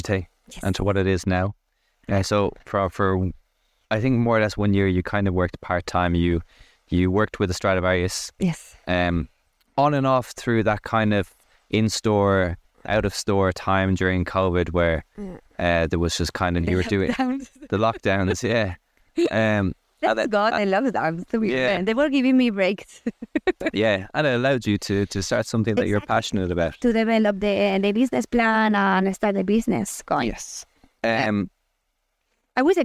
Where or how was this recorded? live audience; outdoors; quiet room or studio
outdoors